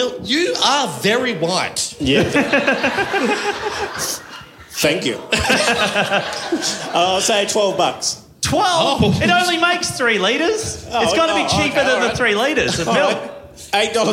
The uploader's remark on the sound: LIVE FROM WAIBEN THURSDAY ISLAND. Performed live on stage at the Thursday Island Bowls Club. The show — you’ll hear — gets more and more raucous as it goes.